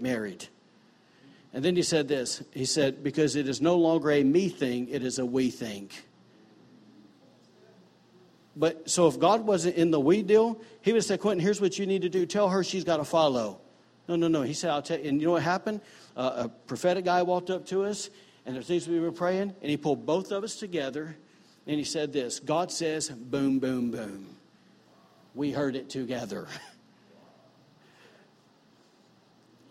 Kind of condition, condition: setting, large echoing room